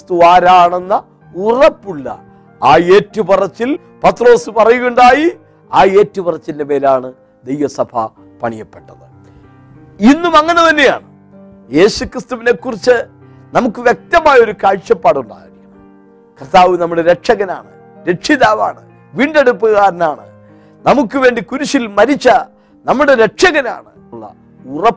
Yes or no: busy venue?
no